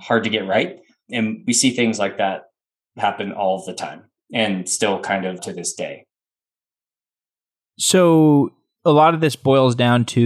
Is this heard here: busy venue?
no